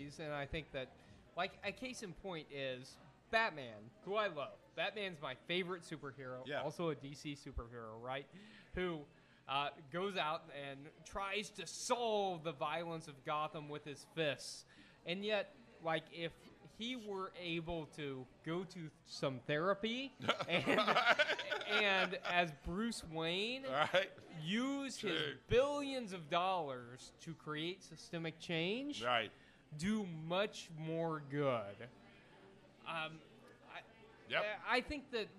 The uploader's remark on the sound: LIVE from San Diego. Will ask the audience to participate.